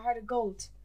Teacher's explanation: because of the Dublin accent, he's got a heart of gold, but it has a nearly t sound at the end